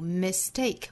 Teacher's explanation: Mistake 后面这个音节重读